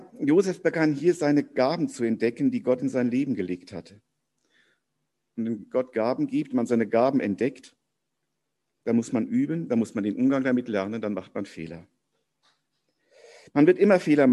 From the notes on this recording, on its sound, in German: Predigt im Rahmen eines von der Jugend gestalteten Gottesdienstes